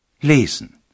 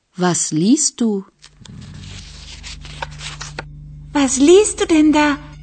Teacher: la voyelle du radical de lesen, comme c'est le cas pour certains verbes, change au deuxième et troisième personne, le e devient ie, prononcé i.